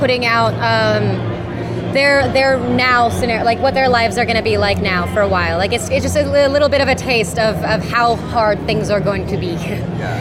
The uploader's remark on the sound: Taped at the roundtables at New York Comic Con